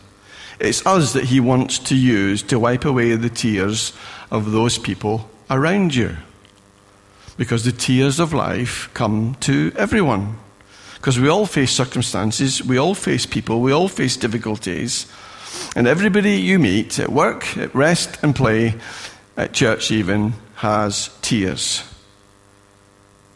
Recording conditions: large echoing room